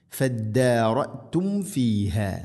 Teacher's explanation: ഫദ്ദാറത്തും ഫീഹ, സാക്കിനായ മീമിന് ശേഷം ഫദ്ദാറത്തും ഫി, മീമിനെ പൂർണ്ണമാക്കി, അഥവാ രണ്ട് ചുണ്ടുകൾ തമ്മിൽ തട്ടിച്ച് മീമിനെ പൂർണ്ണമാക്കി ഫ ഉച്ചരിക്കണം